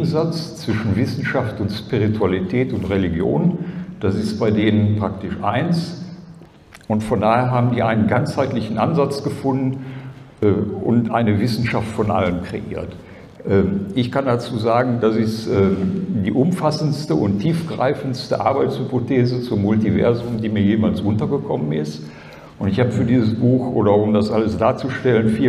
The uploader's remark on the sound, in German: ALIEN.DE Konferenz 2023. Aufzeichnung des Vortrags auf der ALIEN.DE Konferenz am 19.08.2023 in Frankfurt am Main.